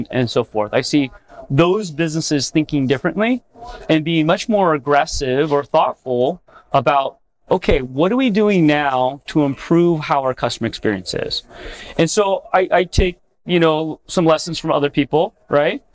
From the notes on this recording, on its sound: This was recorded at IT Nation Connect 2023.